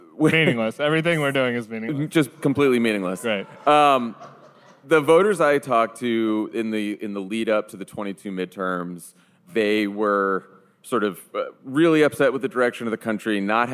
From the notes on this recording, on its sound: Recorded January 19 at the Avalon Hollywood